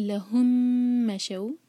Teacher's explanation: میم پر غنہ کریں گے، میم کی آواز کو منہ میں رکھیں گے دو سیکنڈز. لہم مشو، شو پر مد لین، سافٹ پڑھنا ہے.